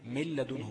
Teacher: أقلب النون للام تبقى مل وليس من، من لدنه مش من لدنه، مل باللام فقط بدون نون، من لدنه بدون ايه؟ · Term: إدغام بغير غنة